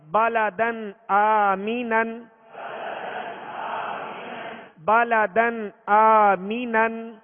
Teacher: کھڑا زبر الف مدہ کے قائم مقام ہے، کتنی مقدار میں کھینچیں گے، ایک الف کی مقدار میں کھینچ کر ادا کریں گے